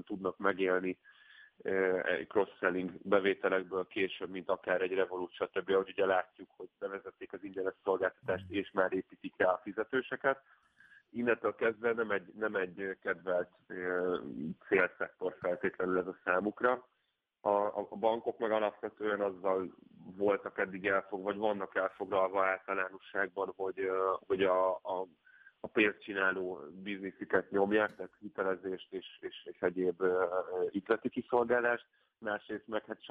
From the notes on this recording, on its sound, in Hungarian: telefonos vendégei